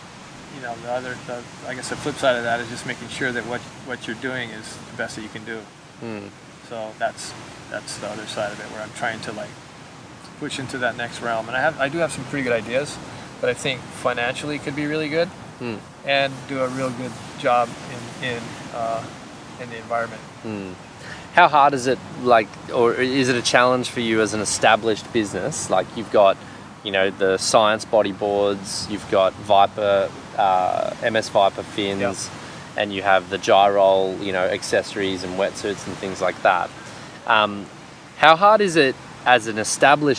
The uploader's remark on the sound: Recorded on Sunset Beach in March 2020